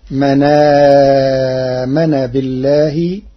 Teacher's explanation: قرأ ورش كلمة من آمن بنقل حركة الهمز إلى الساكن قبله، فتصير من آمن بالله للتخفيف.